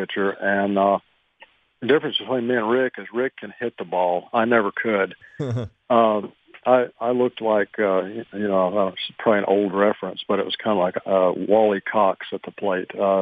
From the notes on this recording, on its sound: called in to the Ben and Skin show